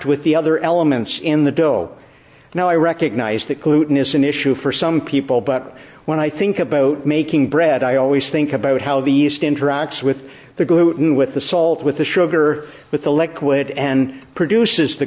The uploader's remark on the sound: Morning Service. Preached in the Church of the Annunciation, Ottawa.